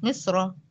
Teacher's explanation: في كلمة مصر في الوصل مفخمة لأنها مفتوحة